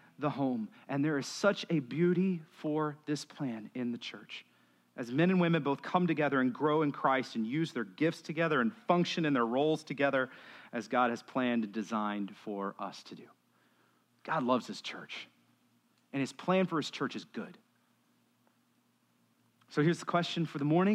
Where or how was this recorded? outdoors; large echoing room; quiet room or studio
large echoing room